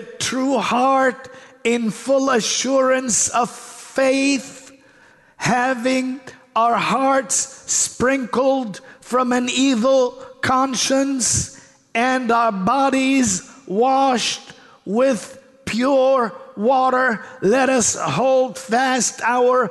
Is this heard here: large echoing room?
yes